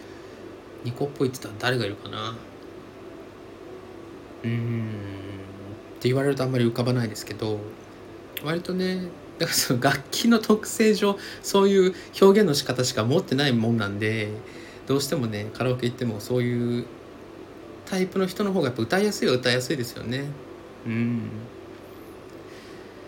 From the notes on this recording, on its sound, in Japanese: 足元のヒーターつけっぱなしで録音してますので常にサーっというノイズあり。